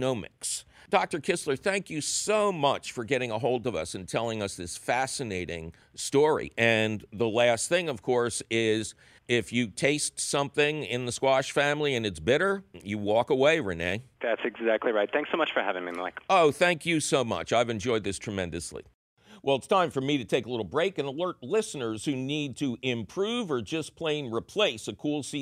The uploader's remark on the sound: And, as always, we take your phone call questions!